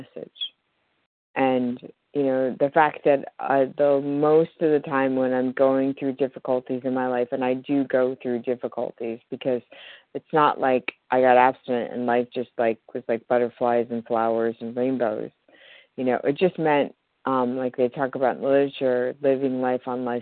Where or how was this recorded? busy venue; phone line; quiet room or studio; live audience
phone line